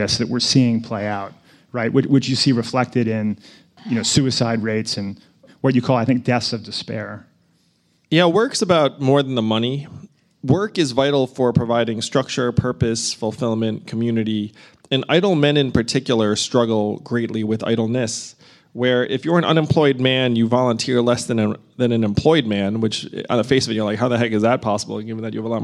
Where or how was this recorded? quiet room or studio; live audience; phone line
live audience